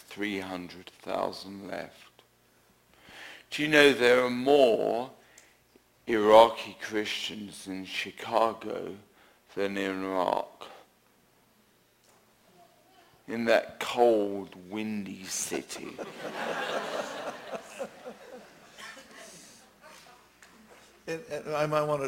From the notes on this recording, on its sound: answers questions from the audience at Lake Samm